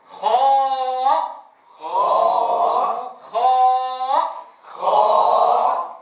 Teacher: تفخيم حرف الخاء والألف بعده من غير إشراب لها بغنة مع فتح الفم وبيان الهمزة